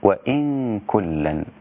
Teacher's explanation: فالنون هنا ساكنة جاء بعدها حرف الكاف والكاف من حروف الإخفاء مع الغنة